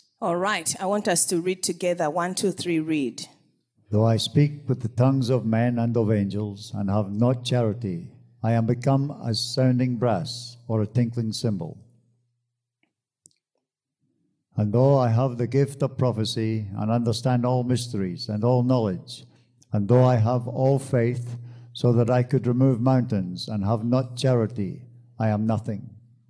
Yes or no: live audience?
yes